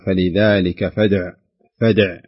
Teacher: يعني الحرف العين عليه ضمة، فيجب عند قراءة هذه الآية و عند الوقف عليها أن نقف على العين بالسكون